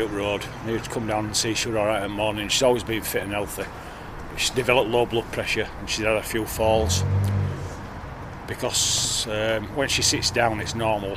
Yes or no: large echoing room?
no